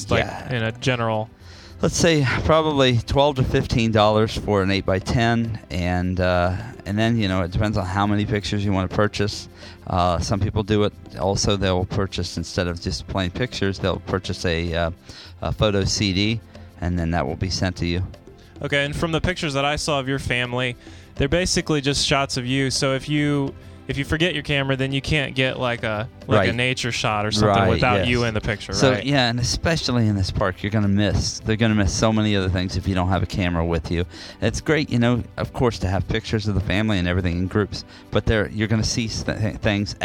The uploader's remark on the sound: Animal Kingdom in Walt Disney World Florida. Listen to a ride through of the Dinosaur ride as a bonus audio feature.